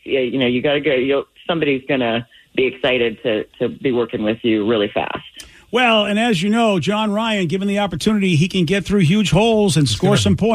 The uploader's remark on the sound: Call.